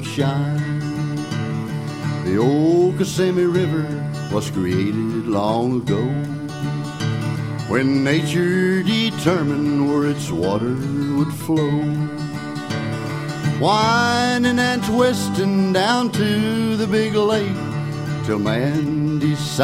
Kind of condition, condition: setting, busy venue